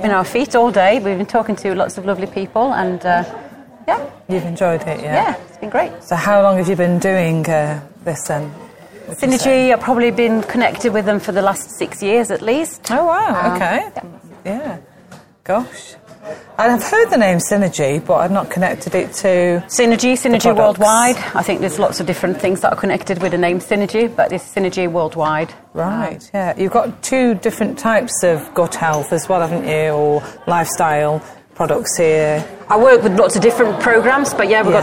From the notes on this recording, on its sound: Full Circle Podcast at the Hope and Harmony MBS Show. We got to talk to many people making new friends and getting to watch and record their inspired talks and demonstrations.